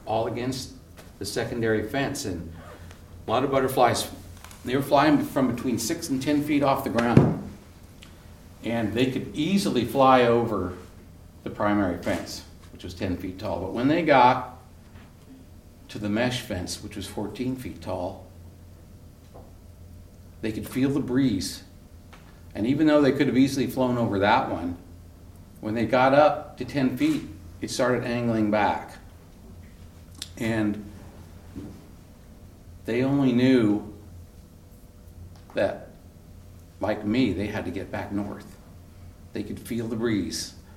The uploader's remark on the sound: live on stage at the Columbia Center for the Arts in Hood River for live storytelling with Portland Story Theater